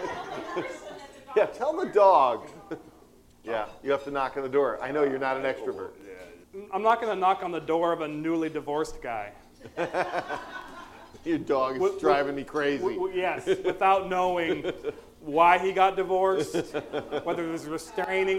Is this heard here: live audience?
yes